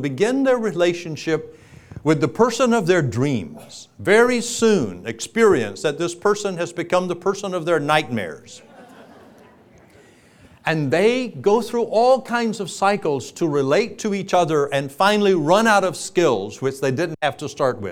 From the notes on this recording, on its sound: Keynote from the Being Ageless Conference in Fort Lauderdale, FL in 2007